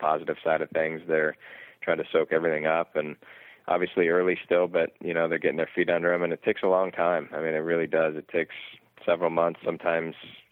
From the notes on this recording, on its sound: called into the show